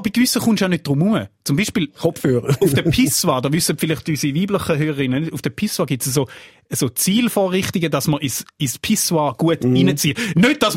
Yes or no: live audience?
no